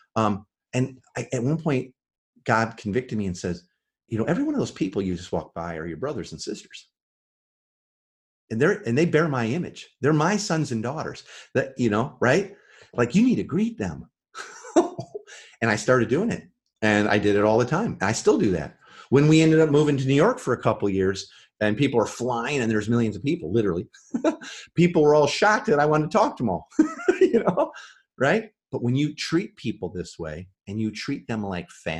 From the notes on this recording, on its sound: This is the audio from the Live training we did online.